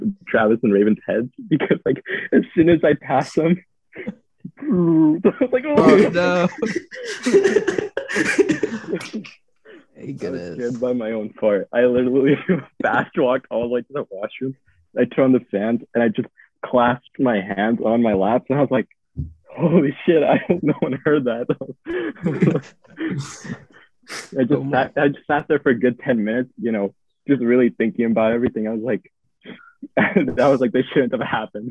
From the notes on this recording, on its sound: on Zoom for this session